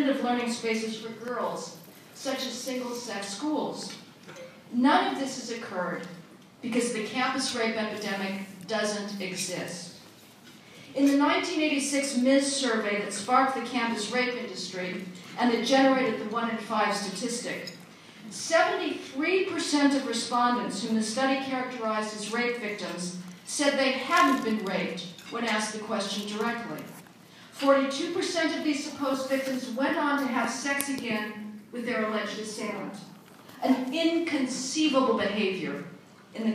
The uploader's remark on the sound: Audio from a speech delivered at the Federalist Society's 2014 National Lawyers Convention.